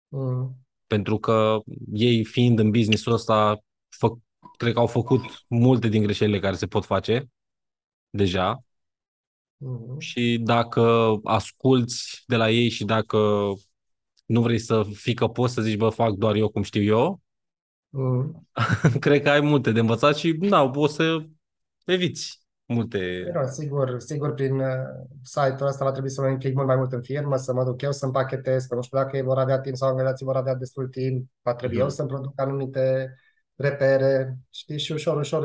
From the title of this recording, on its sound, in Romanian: Conferinta Zoom Saptamanala EcomSchool